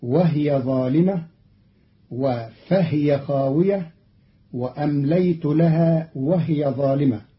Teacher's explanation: قرأ قالون الكلمات وهي وفهي وهي في الجمل السابقة بإسكان الهاء فتصير وهي ظالمة وفهي خاوية وأمليت لها وهي ظالمة، والكسر والإسكان كلاهما في لغة العرب.